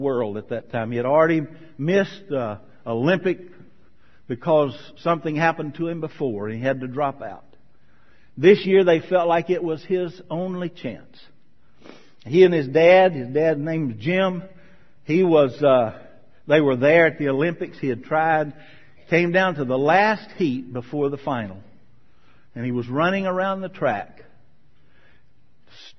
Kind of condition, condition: setting, large echoing room